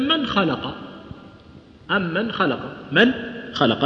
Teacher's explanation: النون تحصلها في يعني آخر الفم، والخاء جاية عند وين؟ في الحلق · Term: تباعد